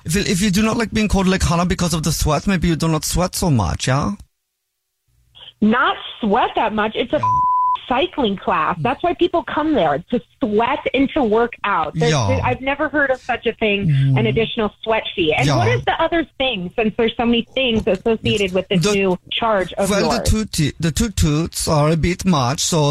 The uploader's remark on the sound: calls a woman becuase her friend set her up for a Phone Prank!